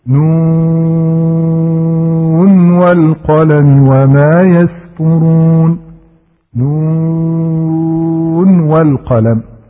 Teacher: إذن هنا يبين الناظم أنك إذا وصلت نون مع والقلم فليس لك أيضا إلا الإظهار عند الأصبهاني، فتقول نون والقلم وما يسطرون، نون والقلم، لما يمكن أن تدغم نون في الواو وإنما تظهر.